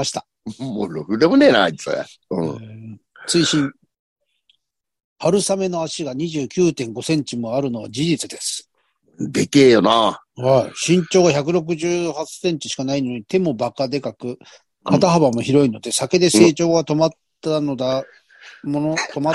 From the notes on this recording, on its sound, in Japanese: ZOOMで収録。